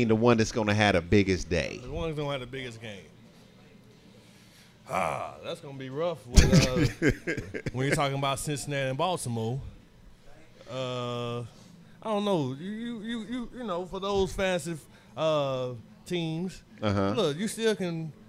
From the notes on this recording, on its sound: NIX Sports Live Show!! Live from B Woods.